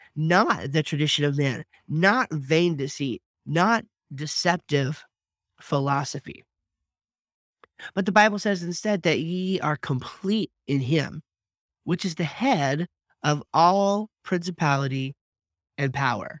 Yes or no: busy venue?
no